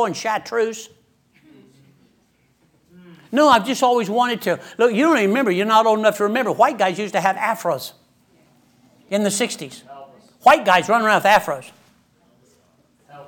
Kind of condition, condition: setting, large echoing room